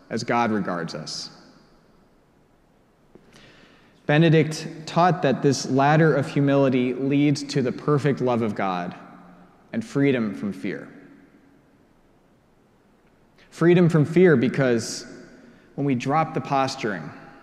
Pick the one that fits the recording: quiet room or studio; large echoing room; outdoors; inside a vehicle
large echoing room